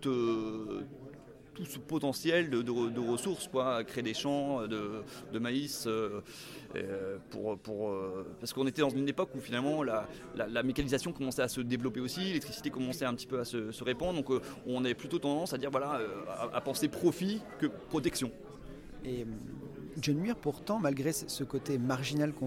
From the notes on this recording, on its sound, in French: à l’occasion du festival Quai des Bulles